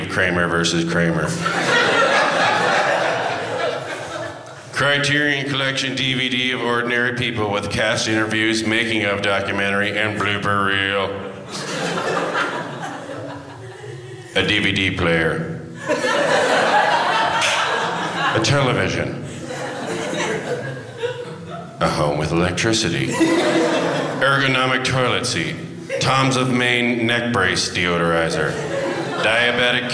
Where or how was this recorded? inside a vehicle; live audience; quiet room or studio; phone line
live audience